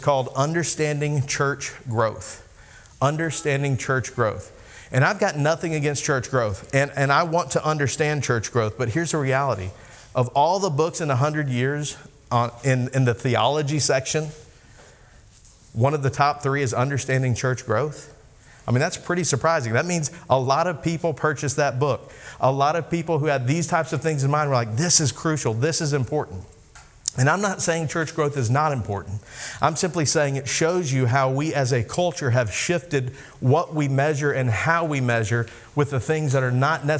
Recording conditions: live audience